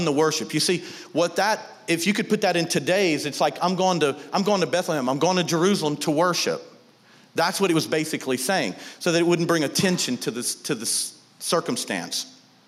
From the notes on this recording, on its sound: was recorded on Sunday, August 25, 2019, during service at The Anchor Church in Rockport, Maine.